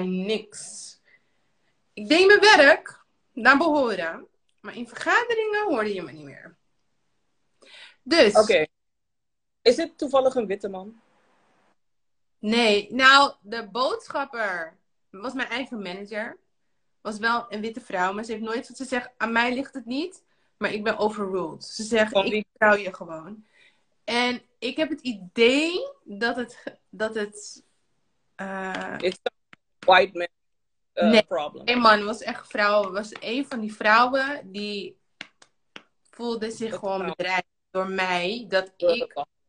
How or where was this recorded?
video call